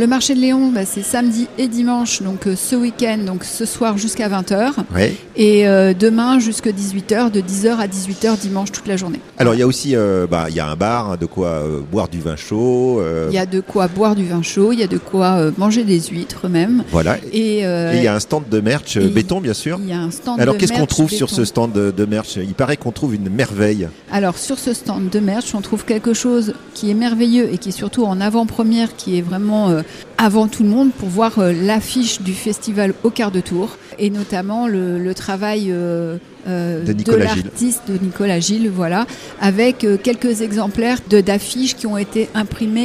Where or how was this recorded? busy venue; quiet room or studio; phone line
busy venue